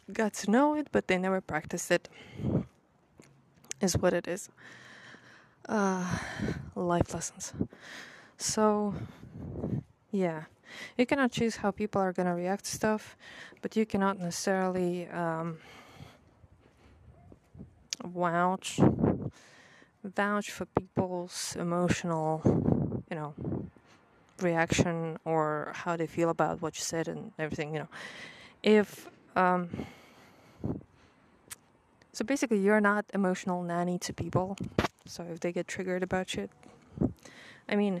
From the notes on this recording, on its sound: there's ton of sounds as I recorded it all outside.